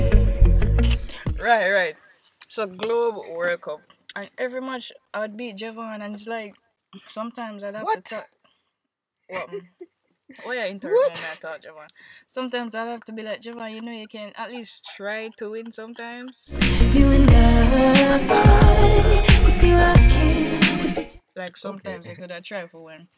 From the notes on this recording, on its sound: We recorded this episode in my mom’s car